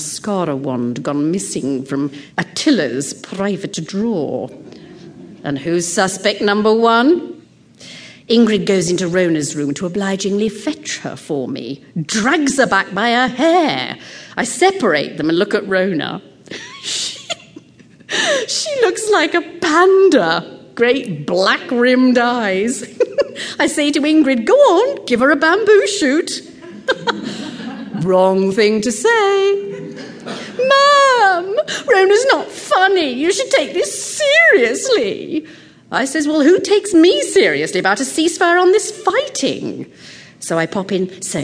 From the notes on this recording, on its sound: Recorded before a live audience at the Skirball Cultural Center, Los Angeles. The use of amplifier feedback to punctuate her speeches doesn't help.